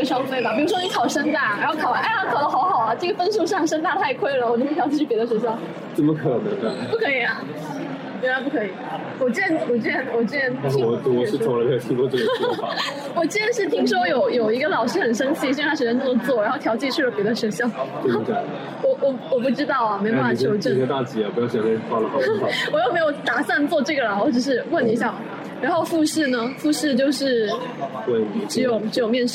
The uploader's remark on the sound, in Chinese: 总之我以为有了麦克风和录音笔（我还用人声加强的模式录了个备用版本），并且在选择场地之前换了三家不同的店，最后找到了一个在这个CBD里面最安静的地方……星巴克的角落。我发现这个音质让我沉默，我决定以后都选择完全安静的场所或者线上录制，当然也有一个原因是我们坐得没有很近，所以麦克风也左右为难。这个麦克风是舍友的贵贵的麦克风。